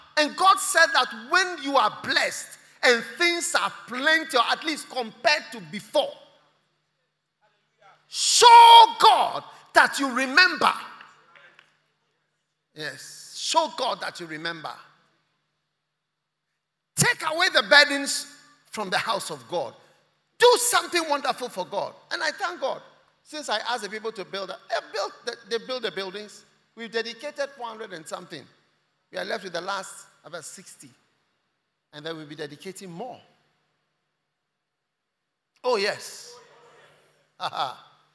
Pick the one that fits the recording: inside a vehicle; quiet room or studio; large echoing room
large echoing room